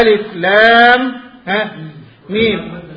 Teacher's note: هذا مد لازم حرفي يمد ست حركات